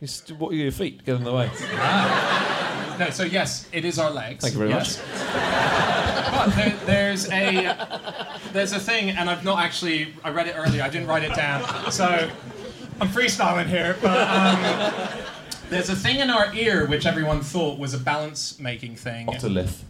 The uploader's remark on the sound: Live from Up The Creek in Greenwich to celebrate the third birthday of the podcast